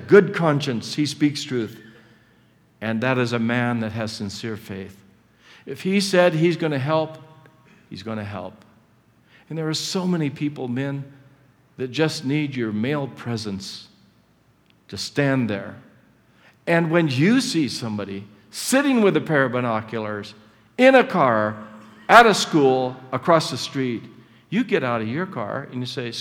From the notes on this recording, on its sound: Session 3 from the 2010 Southwest Men's Conference